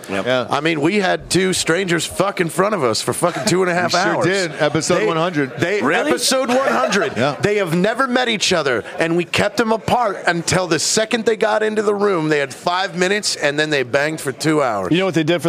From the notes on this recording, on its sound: at the 2023 Drinkin' Bros Christmas Party